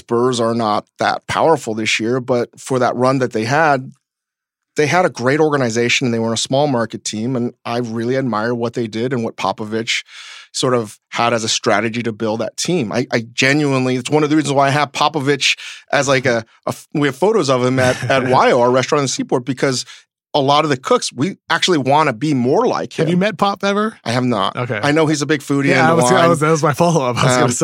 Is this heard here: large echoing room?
no